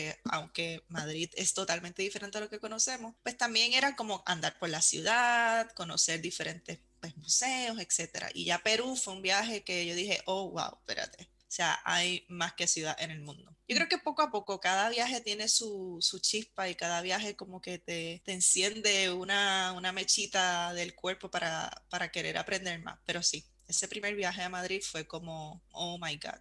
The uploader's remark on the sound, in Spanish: Nos conectamos a través de Zoom desde Nueva York a Madrid, España. Interview recorded in Spanish.